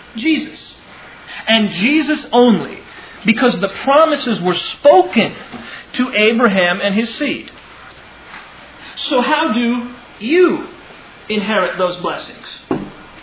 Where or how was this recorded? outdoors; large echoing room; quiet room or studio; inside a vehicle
large echoing room